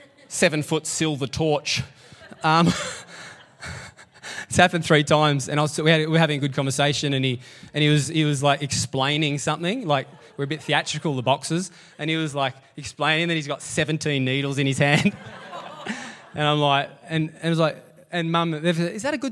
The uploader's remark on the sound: LIVE at Echo Church